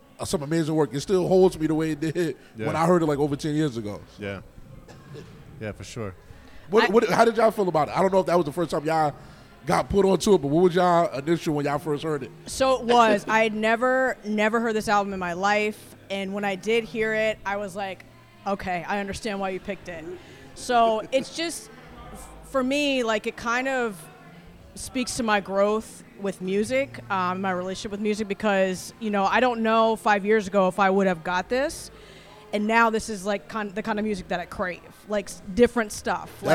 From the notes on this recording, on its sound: in-person at Triple Bottom Brewing Company